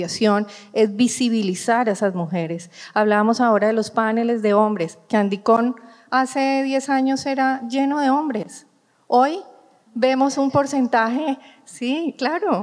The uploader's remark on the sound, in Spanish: Este es un episodio grabado en vivo durante ANDICOM 2023 del panel "Sesgos de género en la era de la Inteligencia Artificial".